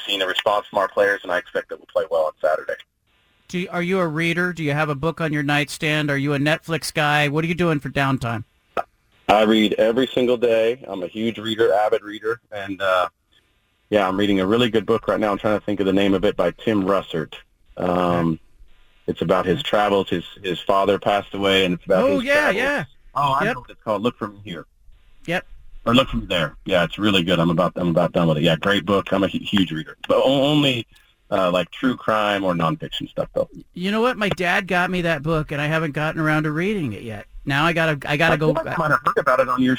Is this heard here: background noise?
no